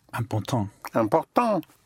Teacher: The IN and IM is pronounced un.